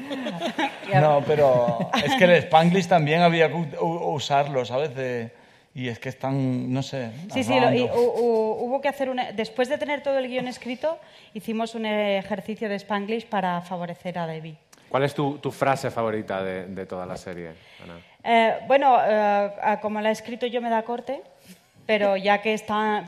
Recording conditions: busy venue